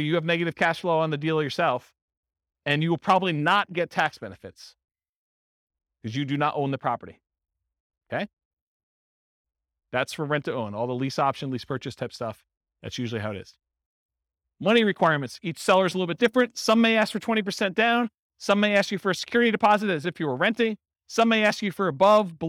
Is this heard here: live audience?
yes